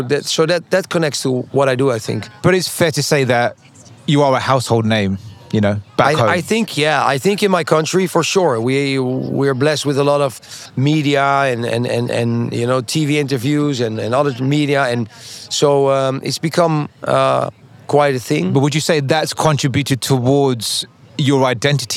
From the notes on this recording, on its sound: on location at this year's Art Miami